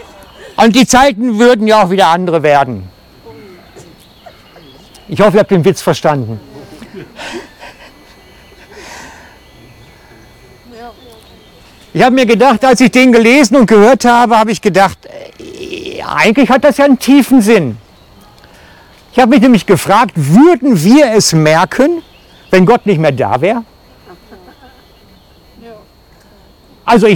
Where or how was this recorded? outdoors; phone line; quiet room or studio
outdoors